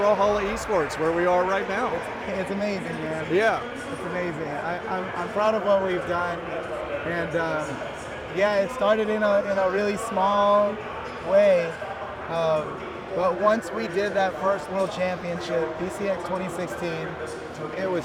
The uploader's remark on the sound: live at the Cobb Galleria, inside the BCX venue, on Championship Sunday